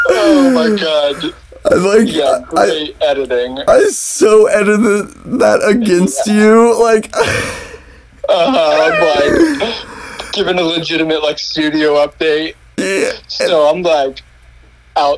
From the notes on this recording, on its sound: This episode is the first over the phone podcast I've done.